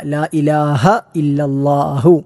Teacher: അവിടെ ലാ ഇലാഹ ഇല്ലല്ലാഹു രണ്ടും ഹ ആണ്, കെട്ടുള്ള ഹായാണ്. തൊണ്ടയുടെ ഏറ്റവും താഴ്ഭാഗത്തു നിന്നും പുറപ്പെടേണ്ട ആയാസത്തോടുകൂടി പ്രയാസരഹിതമായി നമ്മൾ ചൊല്ലേണ്ടതായ അക്ഷരമാണ് ഹ.